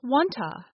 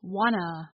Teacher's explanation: The vowel sound in to, oo, gets reduced to another vowel sound, schwa, One to becomes wanta, The two t sounds drop off in fast speech · Shown in: second take · so wanta becomes wanna.